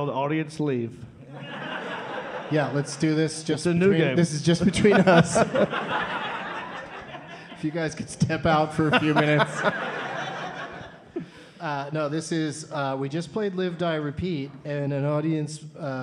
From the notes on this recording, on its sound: Live from the Comedy Zone in Charlotte